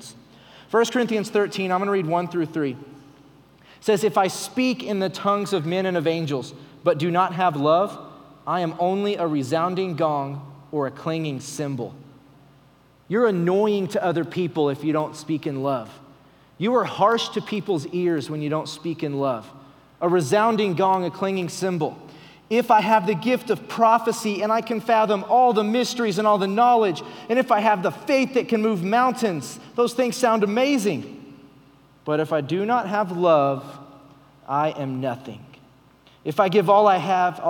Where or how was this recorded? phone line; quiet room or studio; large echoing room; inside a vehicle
large echoing room